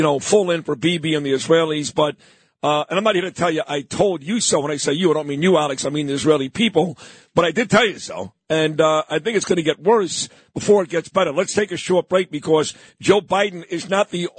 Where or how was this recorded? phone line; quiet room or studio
phone line